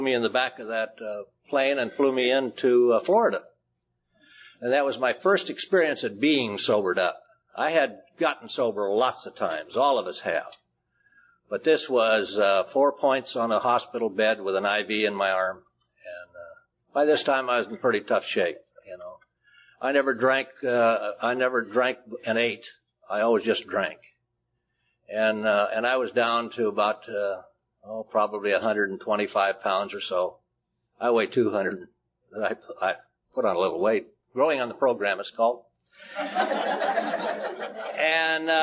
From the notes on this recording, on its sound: telling his very colorful story at the Inland Empire Roundup held in 2005